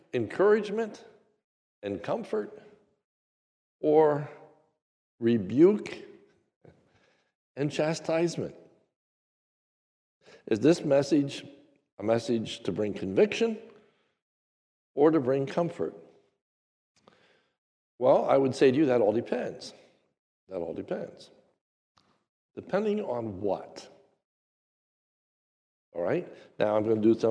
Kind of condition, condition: setting, large echoing room